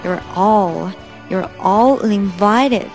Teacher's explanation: 先发 all 的音，然后再把卷舌加起来